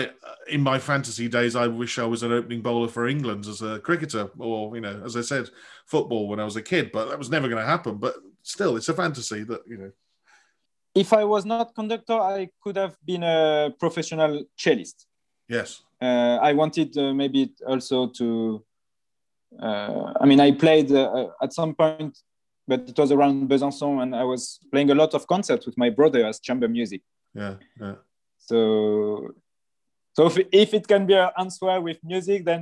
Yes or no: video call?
yes